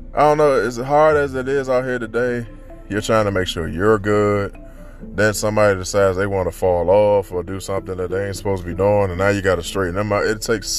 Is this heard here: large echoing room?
no